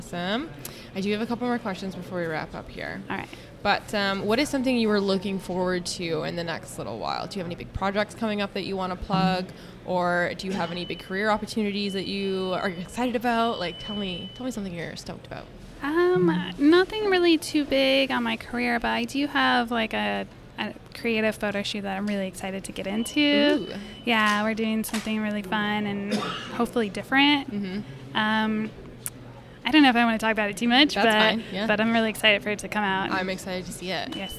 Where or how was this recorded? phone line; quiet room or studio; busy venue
busy venue